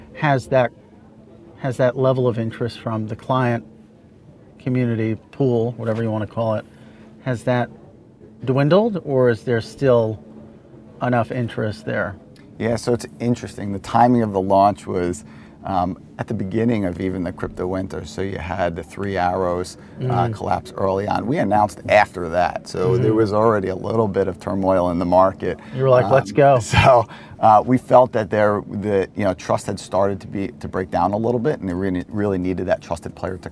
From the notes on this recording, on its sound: recorded at Paris Blockchain Week 2023